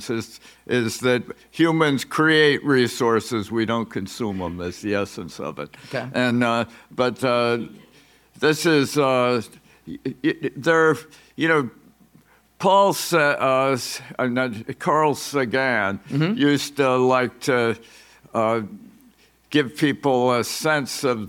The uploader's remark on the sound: Live from the 2024 Smead Investor Oasis